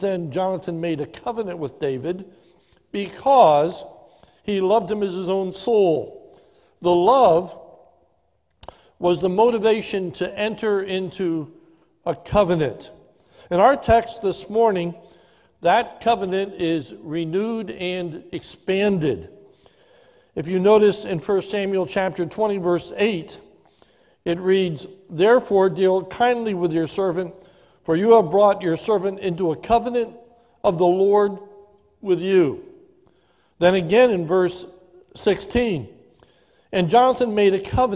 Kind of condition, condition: setting, large echoing room